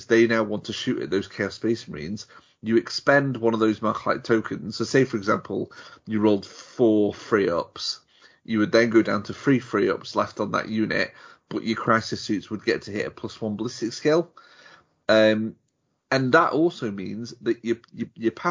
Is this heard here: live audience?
no